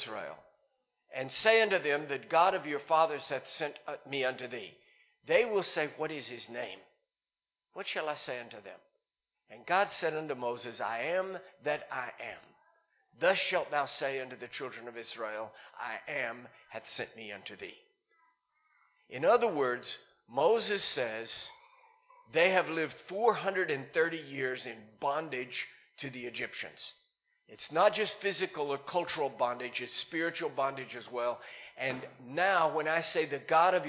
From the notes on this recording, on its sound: Recorded live in Liberty Church in 2019.